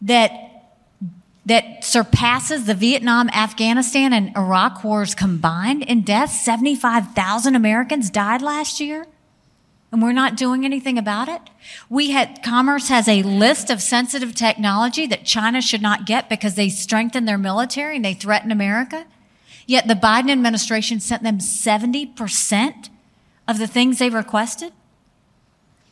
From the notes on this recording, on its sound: on stage at The Gathering